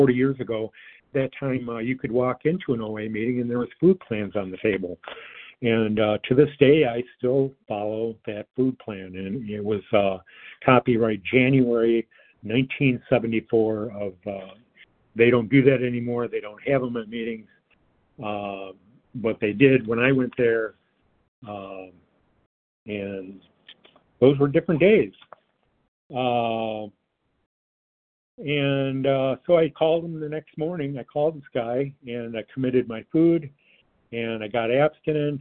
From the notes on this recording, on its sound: 100 Pounders Phone Meeting